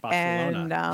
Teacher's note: I've got the Castilian th, which essentially makes me sound like I have a lisp